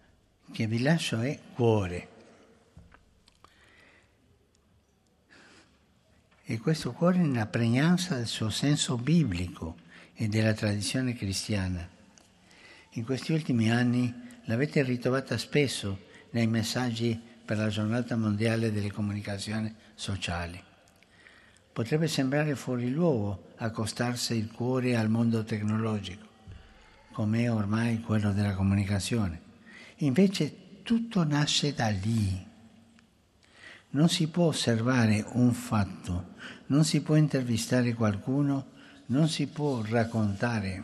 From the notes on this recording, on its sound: FROM THE PAULVI HALL